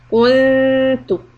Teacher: The word kuntu will be ikhfa, and after the dhamma on kaf, flatten the lips so that it's soft